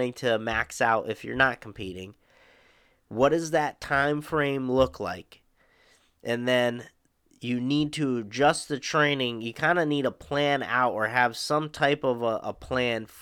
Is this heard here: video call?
no